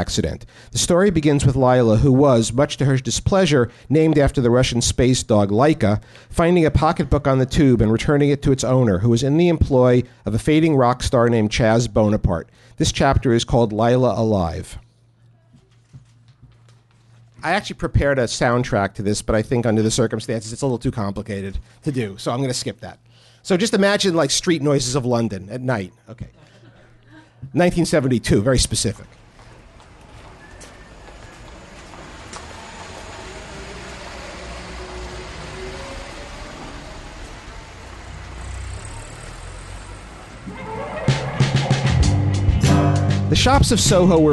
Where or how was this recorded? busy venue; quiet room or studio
busy venue